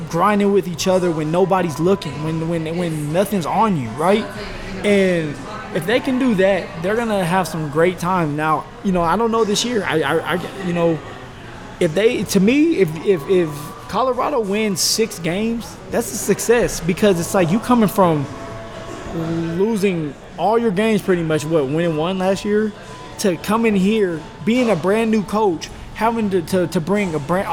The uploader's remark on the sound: The show was recorded at GQue BBQ, which has five locations in the Denver area.